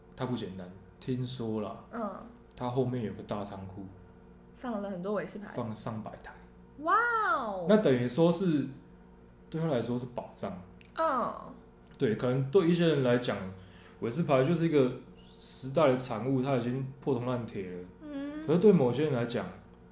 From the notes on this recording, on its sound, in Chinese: 新手上路後製能力欠佳，音質或是背景有聲音請見諒！